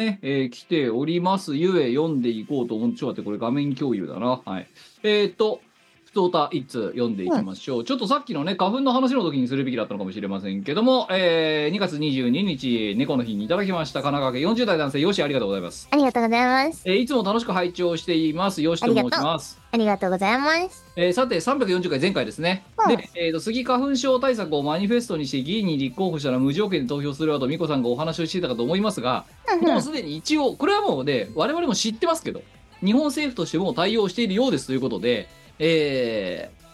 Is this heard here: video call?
yes